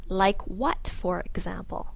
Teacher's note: the emphasis has to go on what